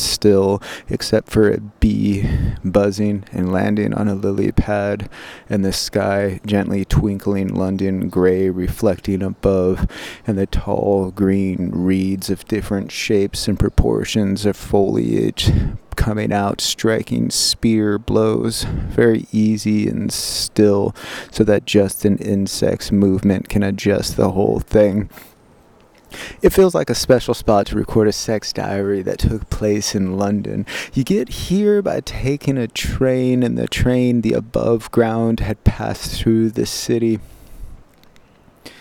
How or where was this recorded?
outdoors